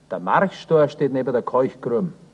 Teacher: Im Kalk und im Mark, und zwar bei der Mark im Sinn von Grenzzeichen, wird das K zu einem deutlichen CH